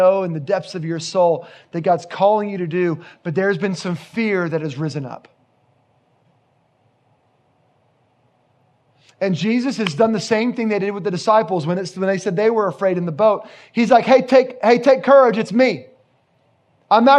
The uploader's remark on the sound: Location: Grace Bible Church Creekside